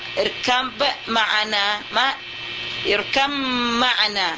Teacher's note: Ba hilang seluruhnya, sudah bertukar ba ini kepada mim.